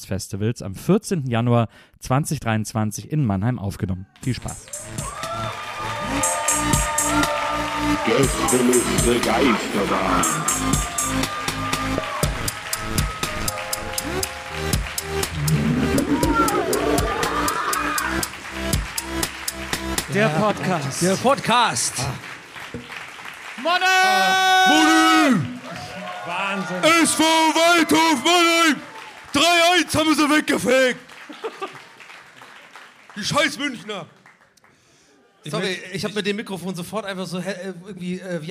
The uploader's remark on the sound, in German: Januar 2023 im Rahmen des SWR-Festivals in Mannheim aufgenommen.